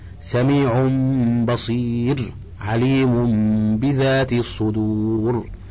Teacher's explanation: وعسر الإدغام كذلك لاختلاف المخرج وقلة التناسب، فتعين الإخفاء وتوصل إليه بالقلب ميما لأنها تشارك الباء في المخرج والنون في الغنة · Term: الإقلاب